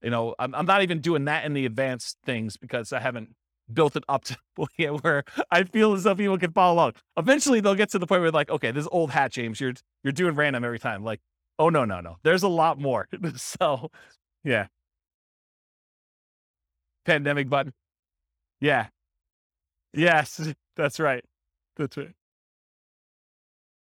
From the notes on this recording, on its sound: This was a live class recorded